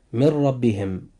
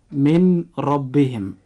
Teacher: وجود حرف الراء في كلمة ربهم جاء بعد حرف النون الساكن في من، فهنا يجب أن يحدث إدغام بغير غنة · Shown in: first take · فننطق هاتين الكلمتين هكذا: من ربهم، ولا ننطقها هكذا: من ربهم.